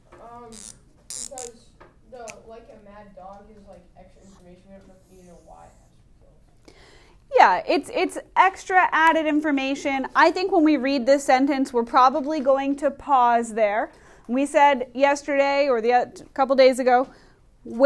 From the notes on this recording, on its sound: Recorded in class on 11/5/19.